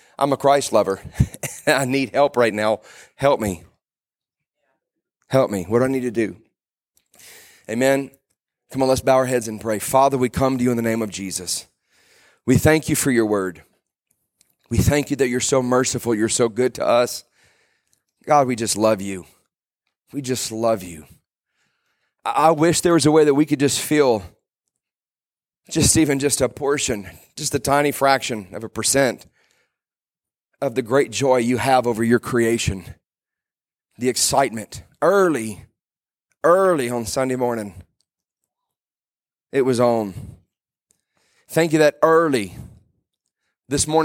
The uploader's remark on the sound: Today I preached a message at our church